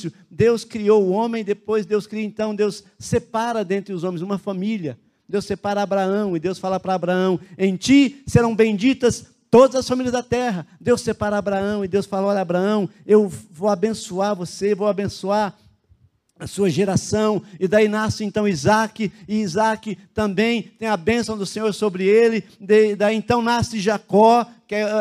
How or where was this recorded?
large echoing room